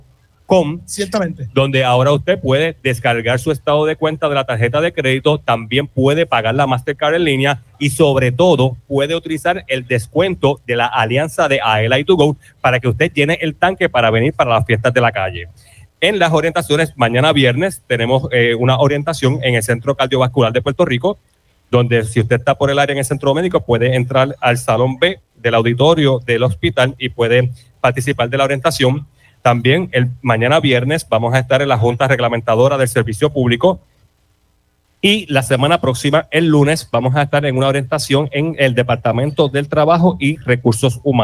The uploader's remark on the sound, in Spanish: ¡EN VIVO desde Las Fiestas de la Calle San Sebastián!